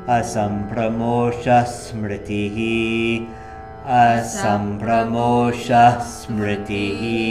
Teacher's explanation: try to collide the ha with the next sound, smriti